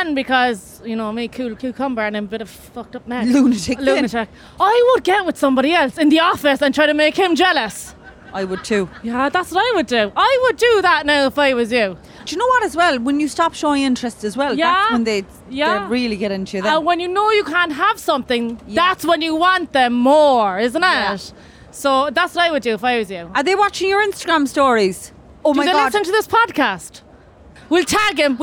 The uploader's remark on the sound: Recording in front of a live audience aboard Aircoach's Cork to Dublin Direct route. Heard from two listeners in person.